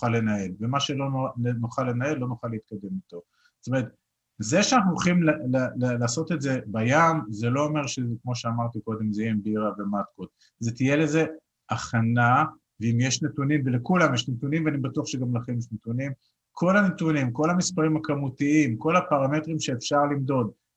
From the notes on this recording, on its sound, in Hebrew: הוקלט בחי בזום.